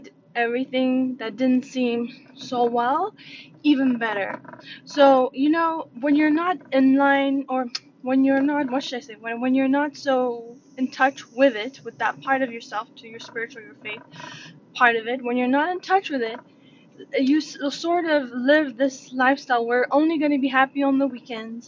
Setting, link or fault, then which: fault, sounds in the background